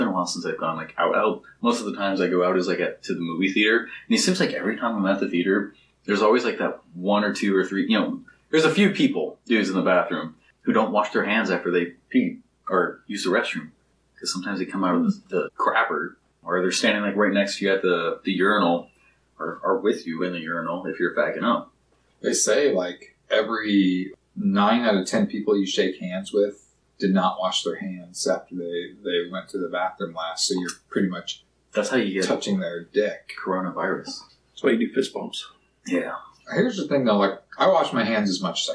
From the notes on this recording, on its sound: The audio from this is taken from a camera mic from the a video podcast. It may sound a bit off.